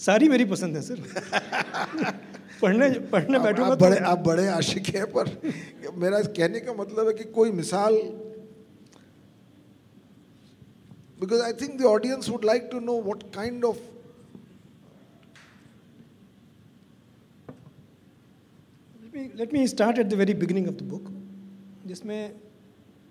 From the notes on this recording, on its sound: This is a live session from Jaipur Lit Fest 2022.